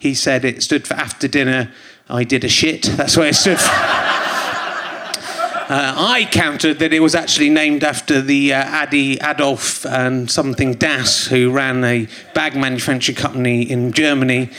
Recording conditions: live audience